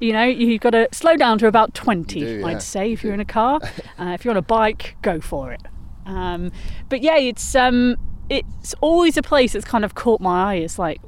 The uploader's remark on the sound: Walking from The Peels Arms in Padfield to Peak Naze